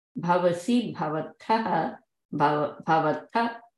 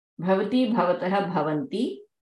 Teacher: You remember, this is a bha is mahaprana, tha is also mahaprana. Here, ta is alpa prana. That's the only difference between these two.